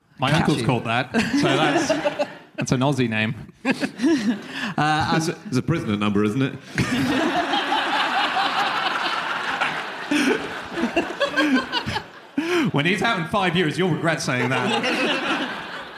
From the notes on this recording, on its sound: Live from Glasgow.